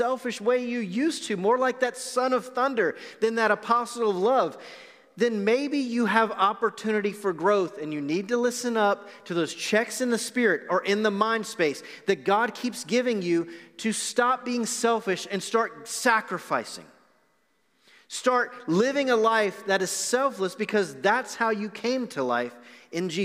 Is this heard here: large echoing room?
yes